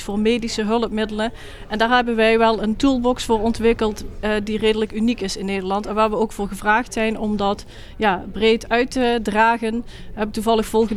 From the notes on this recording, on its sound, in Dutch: We waren live vanuit Leiden. Live updates vanuit het SIA-congres.